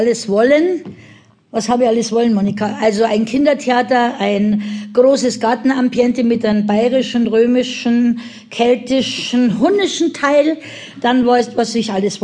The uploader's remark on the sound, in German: Das Hörbuch, das als Live-Mitschnitt einer Lesung entstand, lässt diese besondere Atmosphäre spüren.